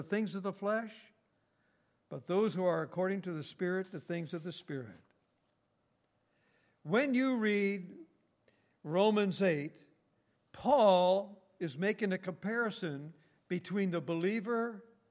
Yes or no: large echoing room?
yes